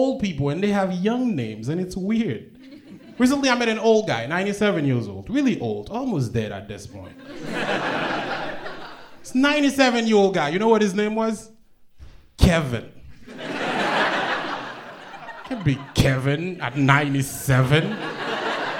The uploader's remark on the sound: A special live comedy show. Raised the roof at the Bell House in Brooklyn.